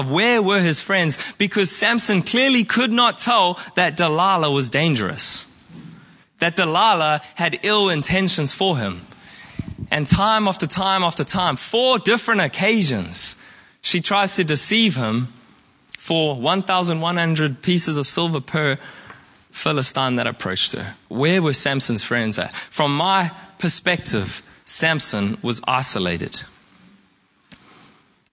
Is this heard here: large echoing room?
yes